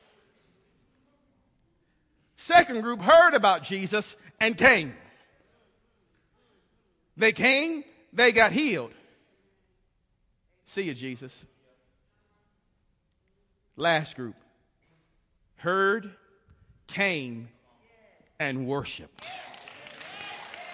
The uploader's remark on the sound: This message was recorded live at the First Baptist Church in Bremen, GA.